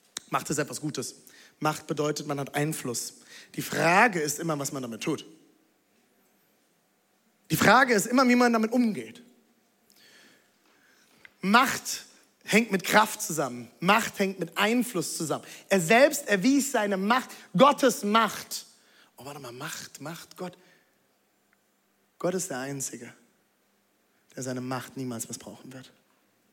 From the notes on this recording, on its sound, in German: Audiomitschnitt der Predigt